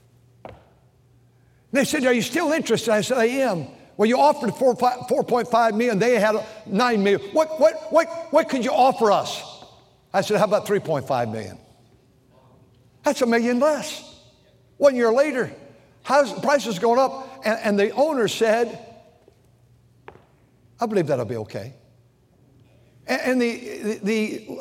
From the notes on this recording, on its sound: during the Sunday Morning service on September 17, 2023, at North Valley Baptist Church in Santa Clara, California